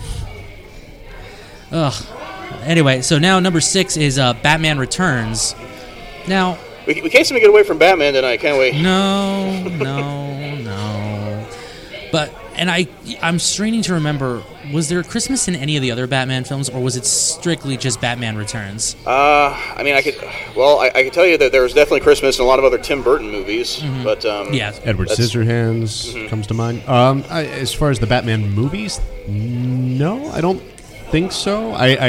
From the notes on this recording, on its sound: The Castwave Studios Holiday Special 2016. Live at Dublin Roasters.